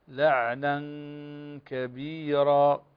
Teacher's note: فهنا تنوين وبعده الكاف إخفاء حقيقي